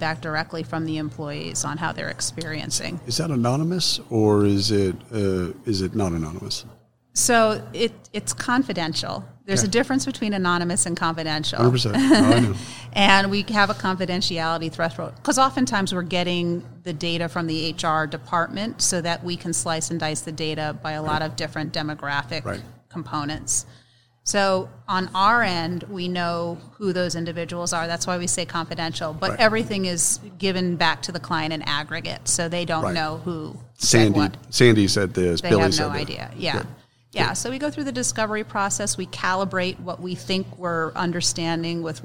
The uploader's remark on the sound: Live from SHRM Talent